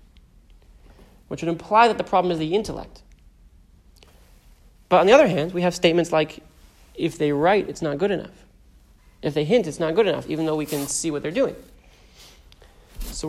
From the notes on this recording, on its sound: Recorded live at the Intown Jewish Academy on November 8, 2021